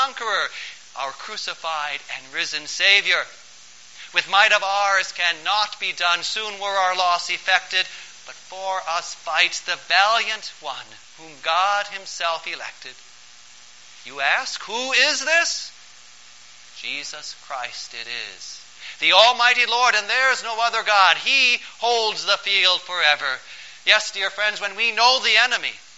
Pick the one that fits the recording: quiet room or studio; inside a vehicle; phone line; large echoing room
large echoing room